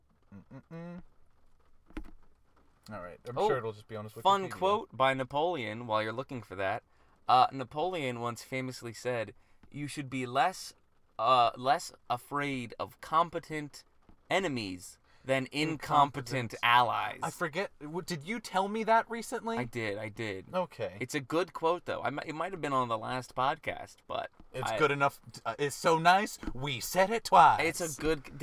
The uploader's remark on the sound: Christmas Carcast